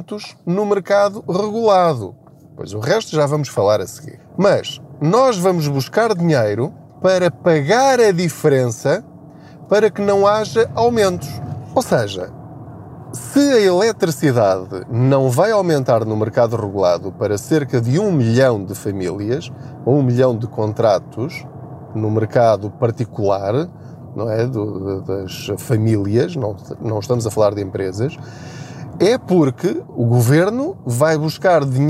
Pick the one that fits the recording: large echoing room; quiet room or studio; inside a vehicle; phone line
inside a vehicle